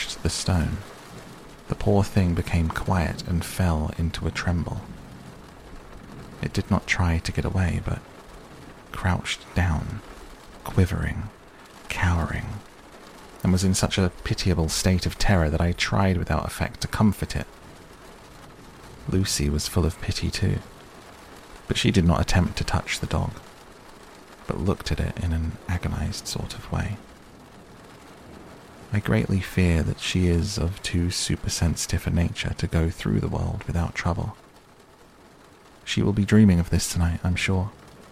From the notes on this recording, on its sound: A softly spoken reading of Dracula by Bram Stoker with relaxing rain sounds in the background to help you sleep.